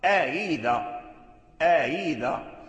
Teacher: إذا اجتمعت همزتان في كلمة فنافع يسهل الهمزة الثانية للتخفيف · Term: تسهيل الهمزة